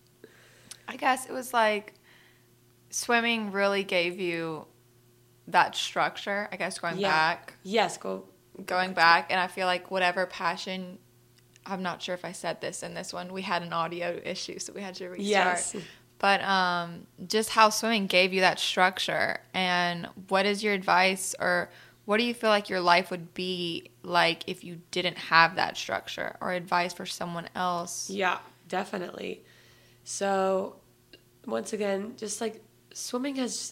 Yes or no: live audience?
no